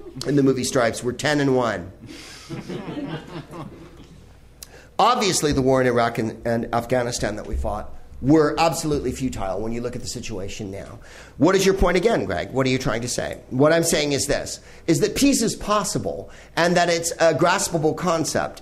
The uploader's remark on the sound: Live from the NerdMelt Showroom in Hollywood